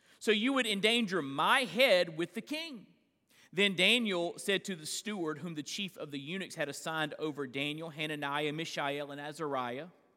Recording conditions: large echoing room